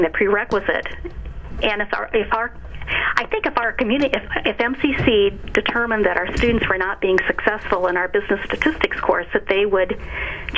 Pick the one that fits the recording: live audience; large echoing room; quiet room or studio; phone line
phone line